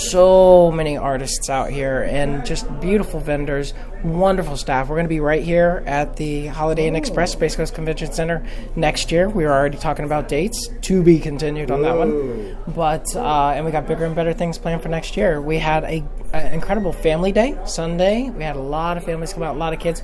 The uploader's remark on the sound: was recorded at Space Coast Comic Con.